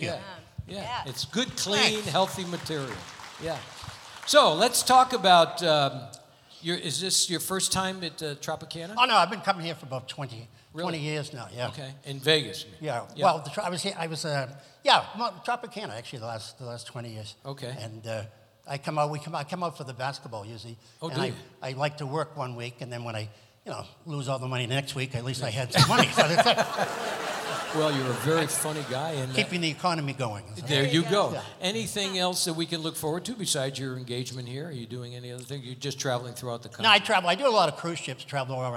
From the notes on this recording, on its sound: Live at the South Point Casino